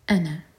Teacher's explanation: وہ الف پڑھا نہیں جاتا تو نون کو ہم صرف ایک حرکا کھینچیں گے